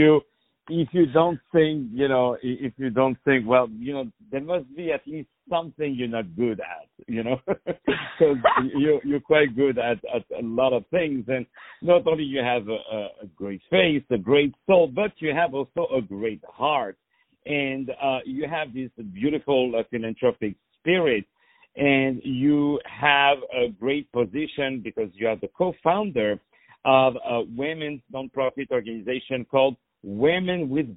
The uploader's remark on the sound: On the phone